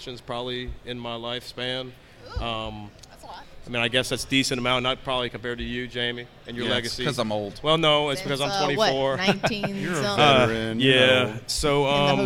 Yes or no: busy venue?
yes